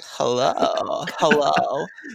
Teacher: She does a baby voice with a vocal fry